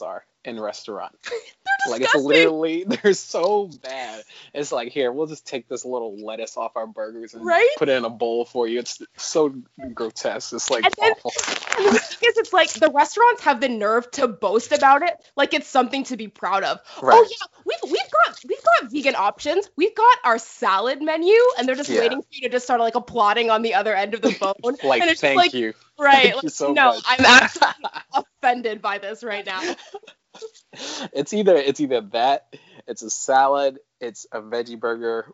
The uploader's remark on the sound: The audio is a little rough, so I apologize ahead of time.